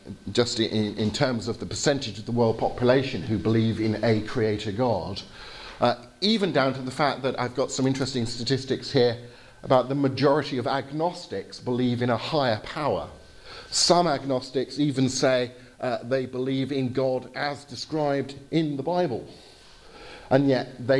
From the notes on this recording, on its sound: Lecture with Q&A (in English) at the Areopagus Centre in Timisoara, Romania, 20th November 2018